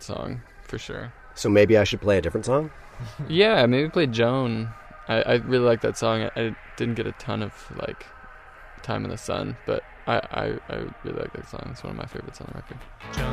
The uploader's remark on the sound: I climbed into the tour van